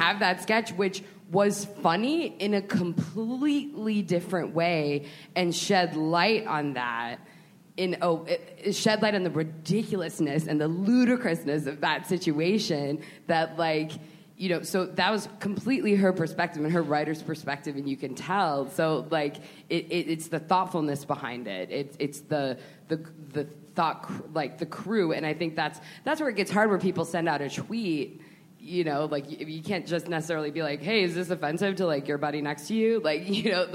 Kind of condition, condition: setting, busy venue